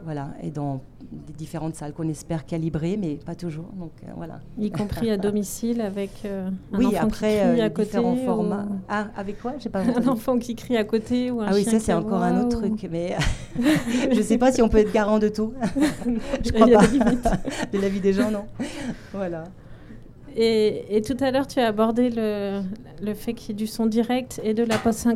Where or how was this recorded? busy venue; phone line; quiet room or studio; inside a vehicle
busy venue